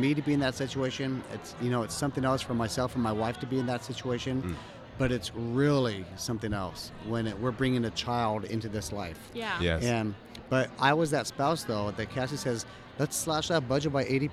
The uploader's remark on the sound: today's episode live from FinCon in Dallas, TX.